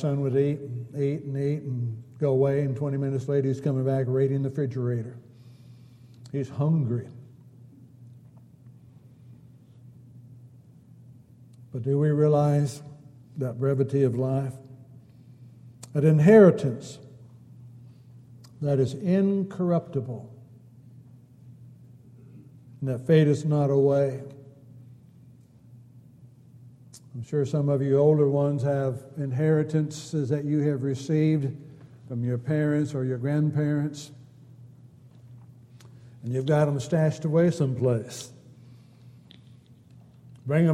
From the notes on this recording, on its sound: Downtown Church Of Christ Audio Sermon